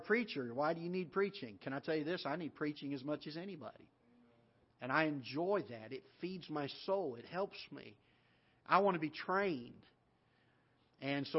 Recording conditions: large echoing room